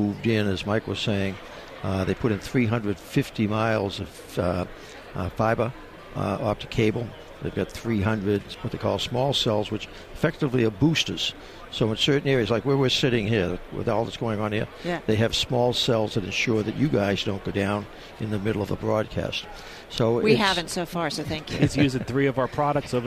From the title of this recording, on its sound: From Radio Row in Atlanta